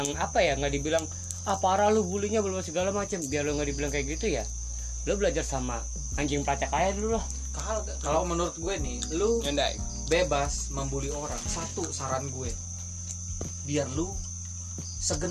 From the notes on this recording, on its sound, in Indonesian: Audio gak jelas dan kalo ada suara kresek2 itu kita lagi makan kacang.